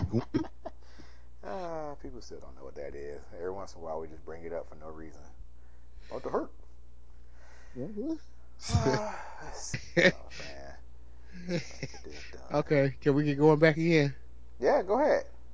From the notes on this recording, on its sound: Forgive the sound quality